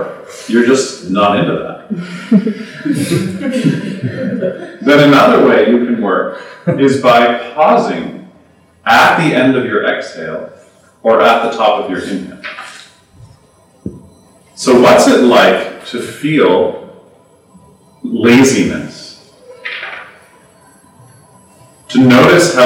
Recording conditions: live audience